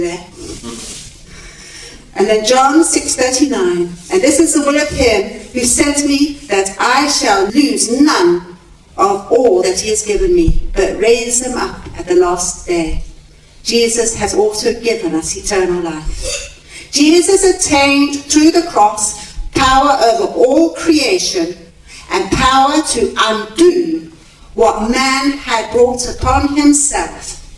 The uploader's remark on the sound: Recorded at a teaching meeting in Britain.